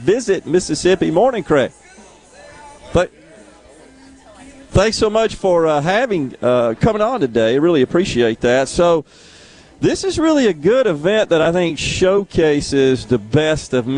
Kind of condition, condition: setting, busy venue